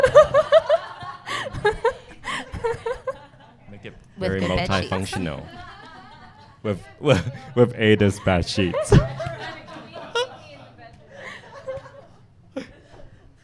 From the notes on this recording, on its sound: Recorded before a live audience. At Rosewood Hong Kong.